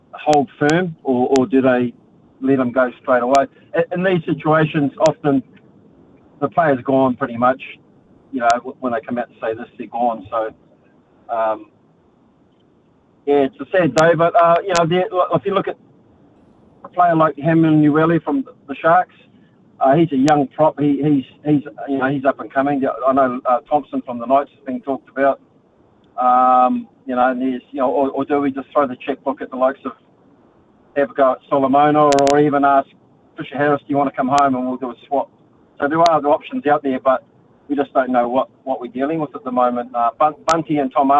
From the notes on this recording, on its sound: hit the phone and text lines